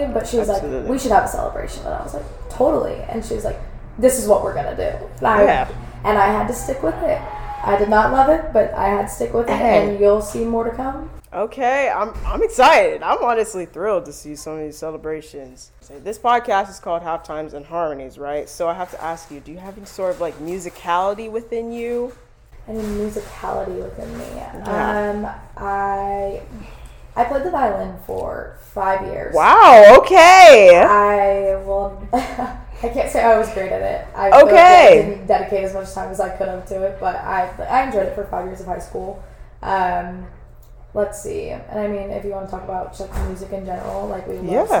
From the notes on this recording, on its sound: I had some technical difficulties with my microphone